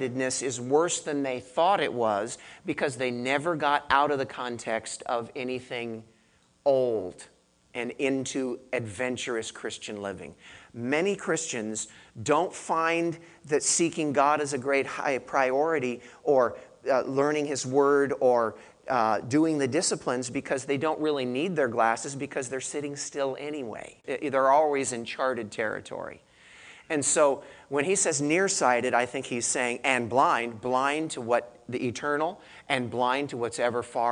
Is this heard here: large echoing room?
yes